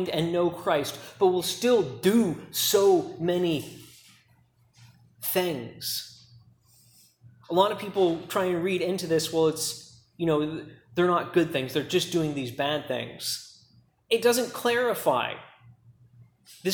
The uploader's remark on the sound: preached at Key Peninsula Baptist Church